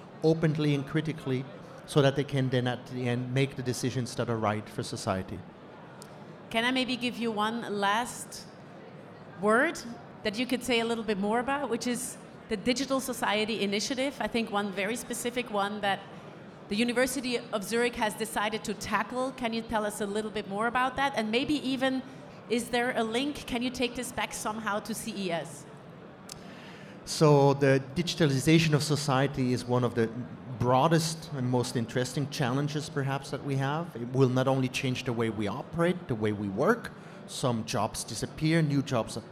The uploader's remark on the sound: Recorded LIVE From CES. Recorded at CES earlier this year.